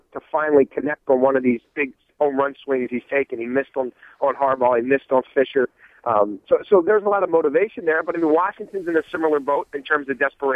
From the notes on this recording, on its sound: phones in from outside of the Redskins facility